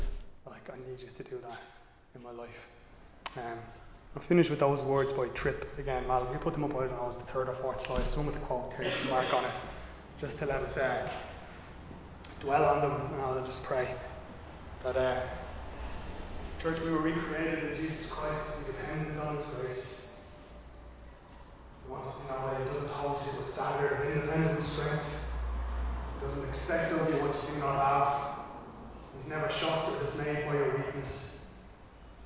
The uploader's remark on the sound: Recorded live in Liberty Church on 7 August 2022